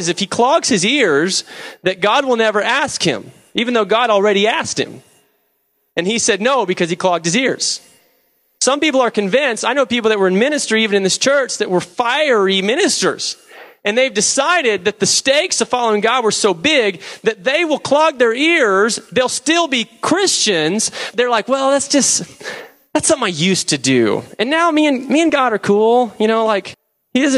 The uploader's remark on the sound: preached November 11, 2007 at Deliverance Bible Church, Hurst, TX.